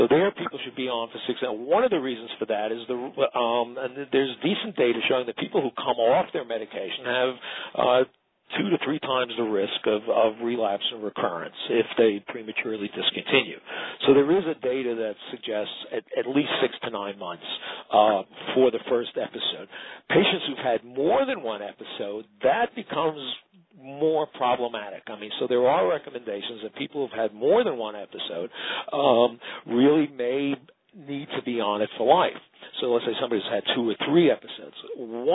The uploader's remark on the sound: Author in the Room® Teleconference